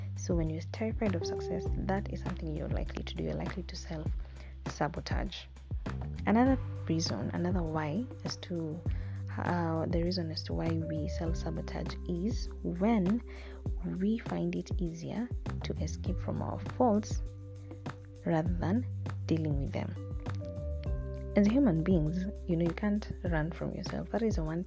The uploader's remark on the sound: I apologise for the sound and any noise picked up, it'll get better I promise.